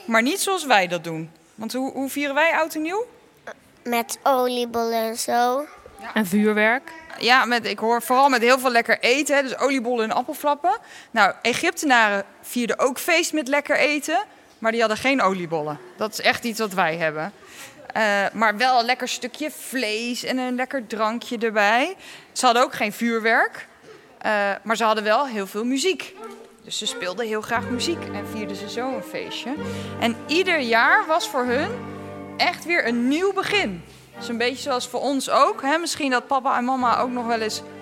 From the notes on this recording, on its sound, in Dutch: Zijn we live aanwezig in het Rijksmuseum van Oudheden in Leiden, ter ere van het Weekend van de Wetenschap. Midden in de museumzaal zijn we te gast bij Egyptoloog. Samen met een heleboel nieuwsgierige kinderen.